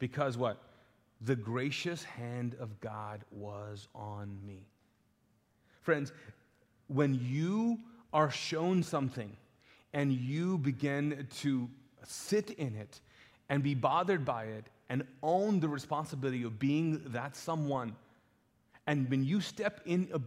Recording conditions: large echoing room